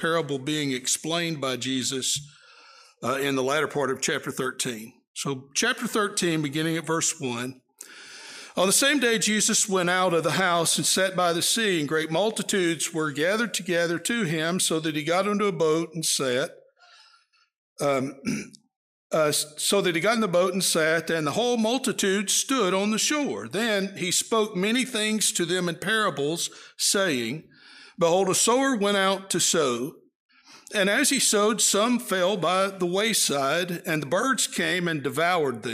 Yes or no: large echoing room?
yes